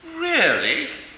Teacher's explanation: the speaking voice may leap as much as a tenth when pronouncing a particular incredulous, really, or even the other way around, really. · Term: glide tones